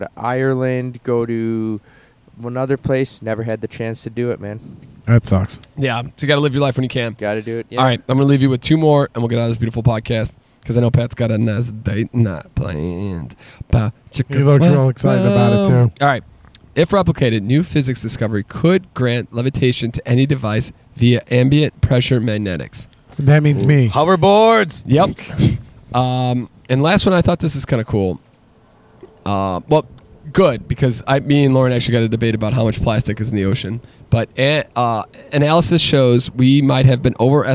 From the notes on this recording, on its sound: A beautiful Saturday under the stars. The boys enjoy a nice pregame outside while enjoying espresso martinis and craft beer.